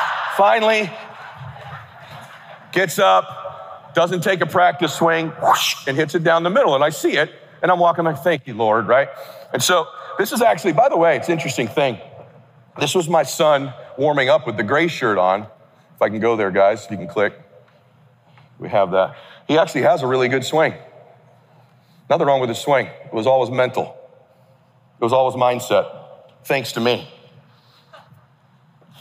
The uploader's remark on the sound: Keynote Address at KWRI Family Reunion 2023 (Video Replay).